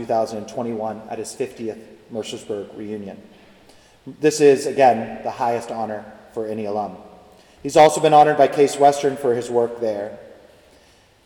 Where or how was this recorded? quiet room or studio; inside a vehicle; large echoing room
large echoing room